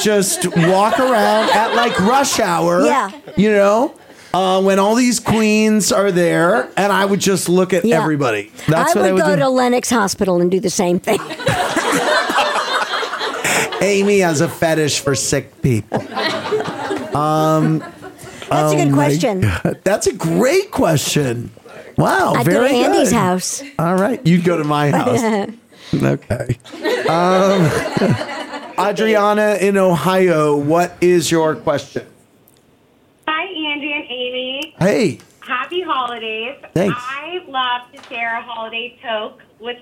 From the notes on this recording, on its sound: We welcome a live audience into our studios, open up the phone lines, sip on some holiday beverages.